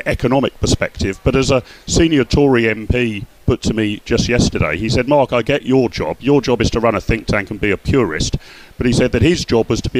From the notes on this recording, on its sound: At the Conservative Party conference in Birmingham